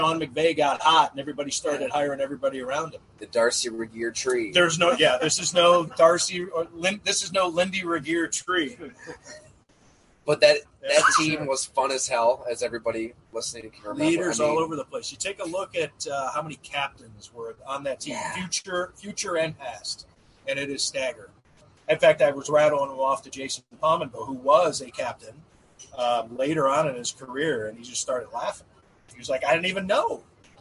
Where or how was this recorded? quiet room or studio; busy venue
busy venue